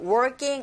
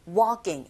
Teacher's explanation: working 아니고 walking. L 사운드는 묵음입니다. · Shown in: second take